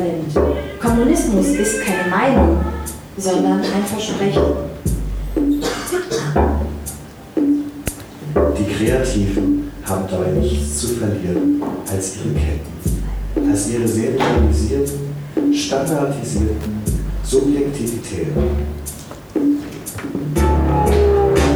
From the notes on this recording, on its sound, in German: Mitschnitt der BQV-Performance "Creatives Like Us" von andcompany&Co.